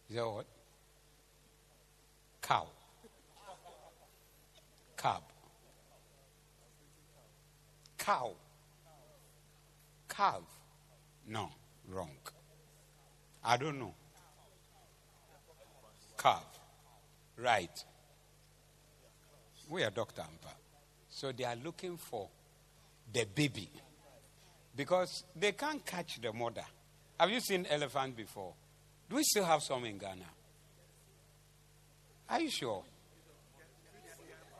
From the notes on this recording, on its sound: Preached at the Zeloo Service